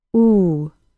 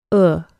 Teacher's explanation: To transition to the other U, simply relax the lips. The back of the tongue does drop a little, but the major difference is in the lips.